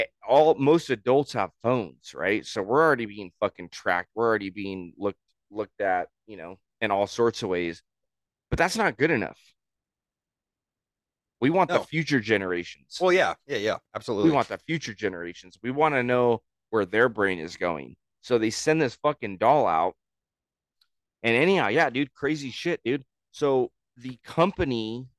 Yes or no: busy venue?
no